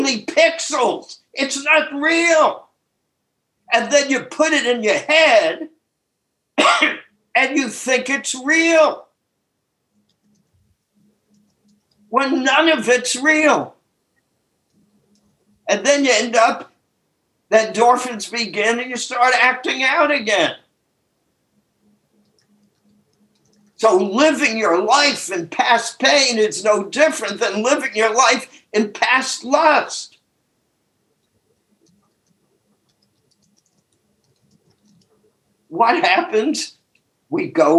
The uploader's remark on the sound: took us on a zoom journey